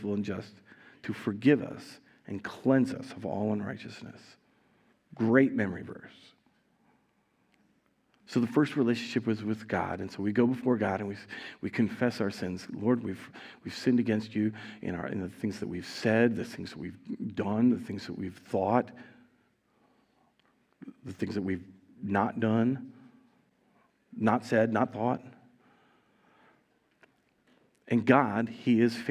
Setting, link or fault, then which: setting, large echoing room